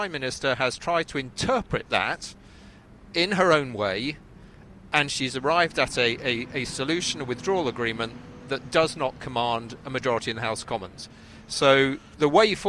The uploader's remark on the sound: We're live from College Green